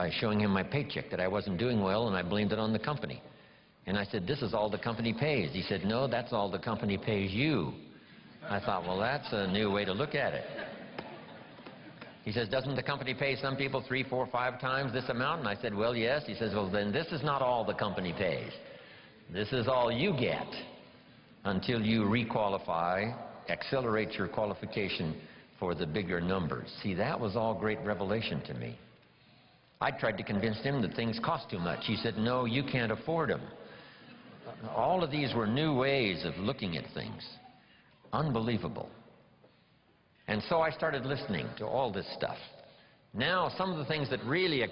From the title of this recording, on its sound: Rare Seminar Recording